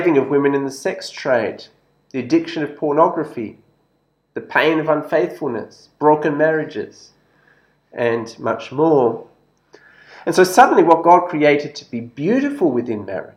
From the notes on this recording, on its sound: This sermon was preached at St George's Church, Penang on 13th October 2021.